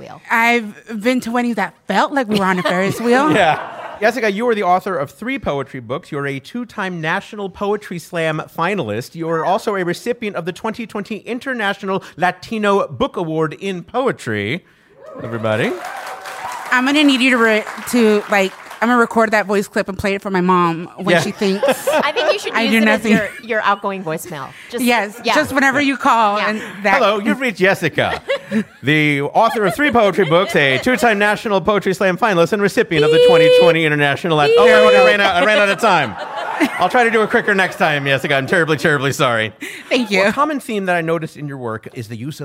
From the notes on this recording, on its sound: Brand new live-audience episode of Go Fact Yourself. This episode was produced in conjunction with KPCC and recorded live at the Crawford Family Forum in Pasadena.